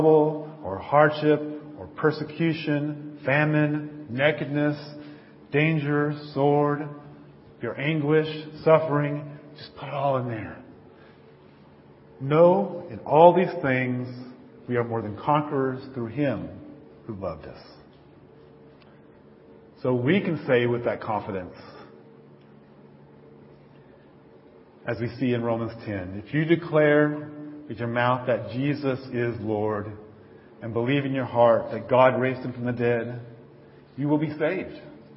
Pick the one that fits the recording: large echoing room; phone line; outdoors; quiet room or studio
large echoing room